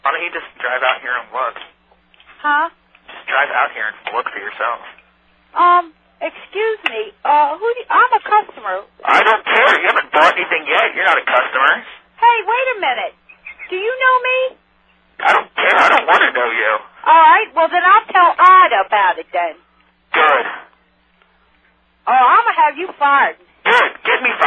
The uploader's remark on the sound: Prank Phone Calls Collection